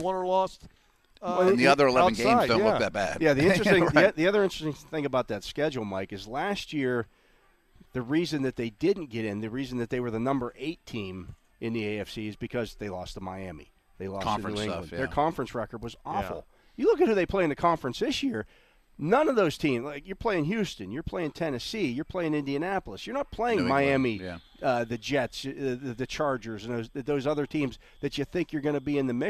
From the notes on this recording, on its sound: live from the UPMC Rooney Sports Complex on day 8 of Steelers' OTAs